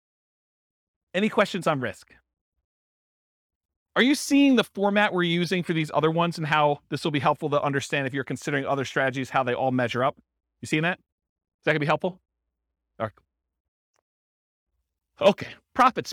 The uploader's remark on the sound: This was a live class recorded